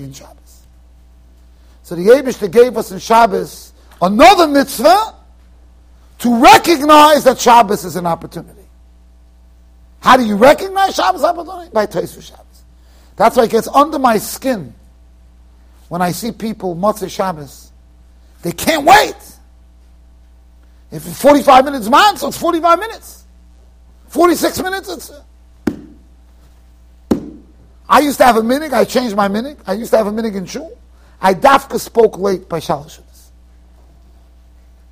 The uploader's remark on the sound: Shiur recorded in Yeshivas Ohr Reuven, Monsey NY.